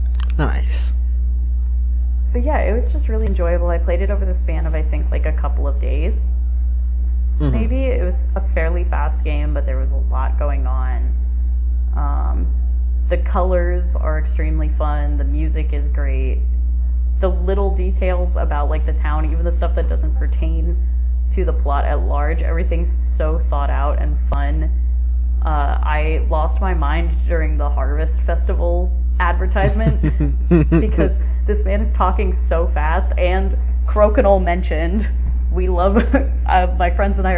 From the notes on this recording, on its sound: Apologies for any audio issues! We had some hiccups this time but hopefully it's not too bad!